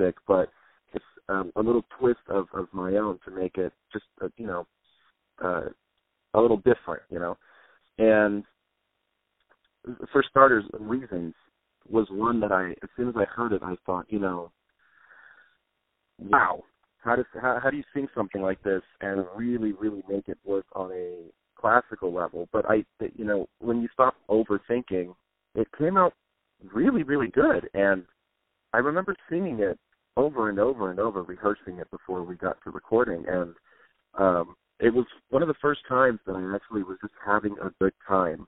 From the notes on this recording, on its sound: On the phone